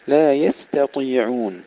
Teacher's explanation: ترقيق التاء وتفخيم الطاء